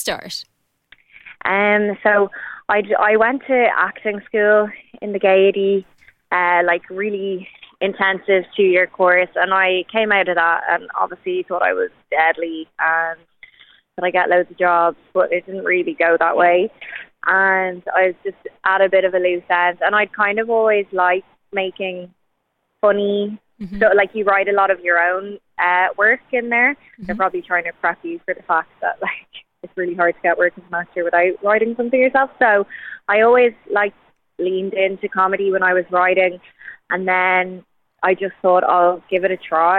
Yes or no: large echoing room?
no